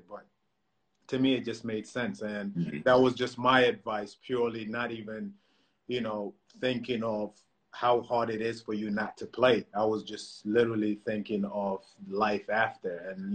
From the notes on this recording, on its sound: Instagram live discussions